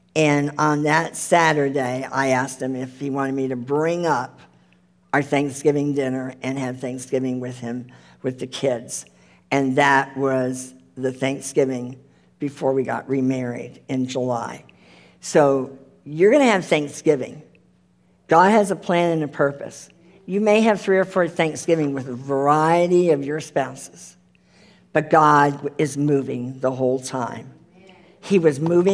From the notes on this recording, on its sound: The full replay of the LIVE Rejoice Pompano Bible Study.